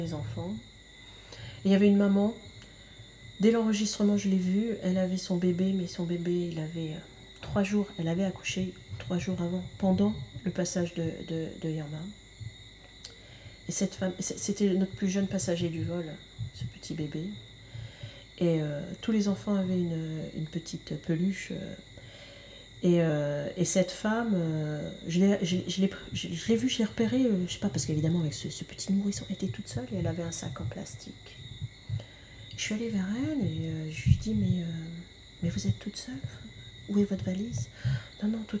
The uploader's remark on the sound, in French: Chef d’escale aux Antilles, et exceptionnellement accompagnée en bruit de fond par les grenouilles nocturnes de la Guadeloupe.